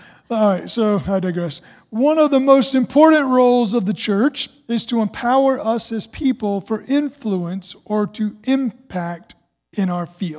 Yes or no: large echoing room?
yes